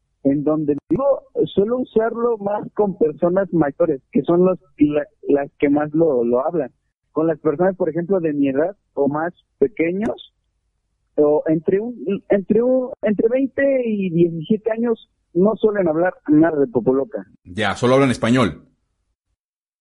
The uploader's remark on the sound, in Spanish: Audio correspondiente a la transmisión. Cotorreo, llamadas en vivo y muchas groserías.